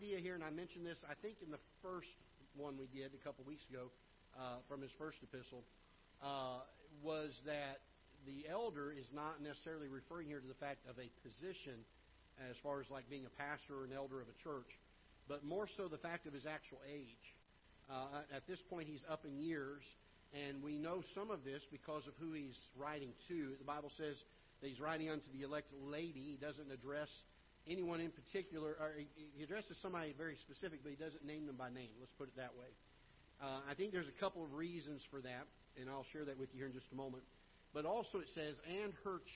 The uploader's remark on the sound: Ketha Heights Baptist Church ~ Live Broadcast